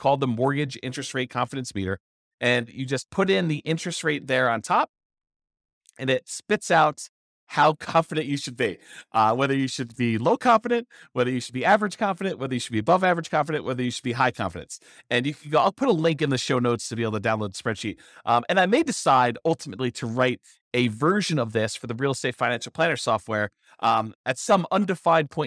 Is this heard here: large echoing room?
no